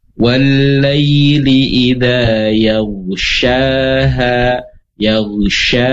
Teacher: menyebarnya suara dari makhrajnya hingga menabrak dinding gigi seri atas dan bawah · Term: sifat tafasyi